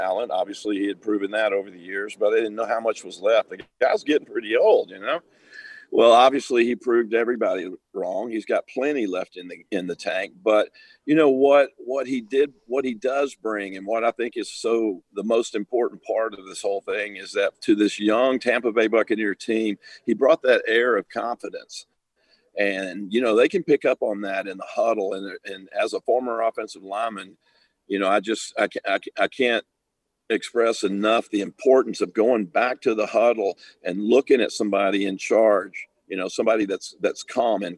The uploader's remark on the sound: Radio Row in Tampa Bay. Live from Radio Row.